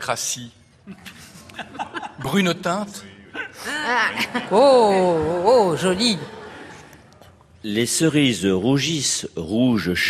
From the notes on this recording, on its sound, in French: Émission enregistrée en public à Beaubourg.